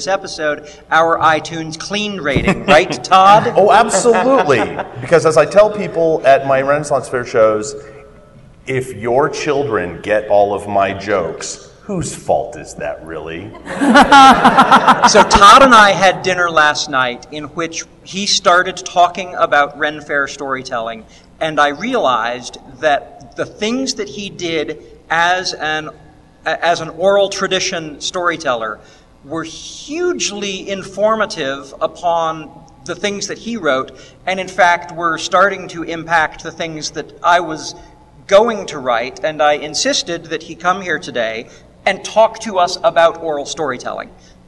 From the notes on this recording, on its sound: at FantasyCon/Westercon 67 before a live audience